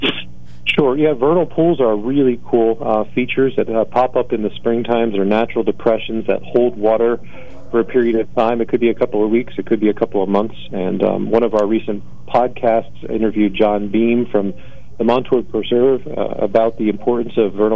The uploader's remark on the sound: With a live call-in update.